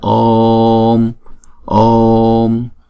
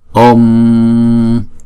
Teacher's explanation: Chữ O là diphthong, chúng ta phải đọc hai nhịp. Chúng ta kéo dài chữ O trước rồi mới đóng chữ O lại · Shown in: first take